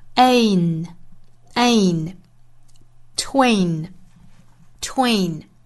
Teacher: 应该是一个 t w 辅音连缀发 t w t w 再接后面的双元音 a 和这个鼻音的组合